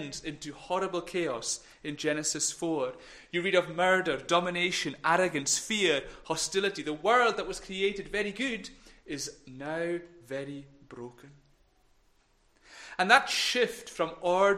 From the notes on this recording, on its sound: recorded at North Harris Free Church Sunday morning 19 September 2021